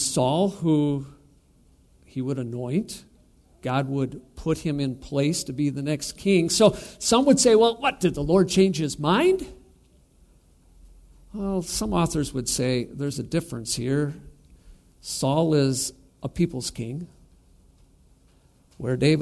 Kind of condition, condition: setting, large echoing room